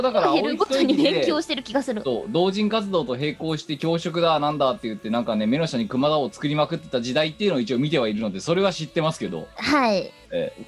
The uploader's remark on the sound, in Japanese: 本番組はリモート収録です。収録時環境の影響により、聴き取り辛い部分があります。